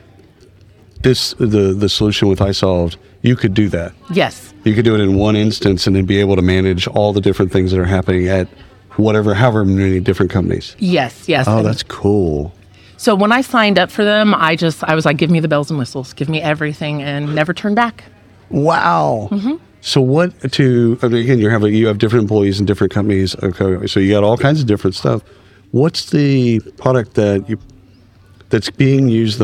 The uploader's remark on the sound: at the isolved Connect user conference in Palm Springs